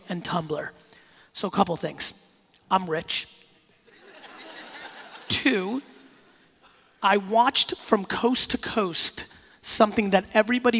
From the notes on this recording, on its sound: PRSM2018 in Nashville, Tennesee. This keynote I did recently in Nashville at PRSM2018. Close it out with a fire Q&A session.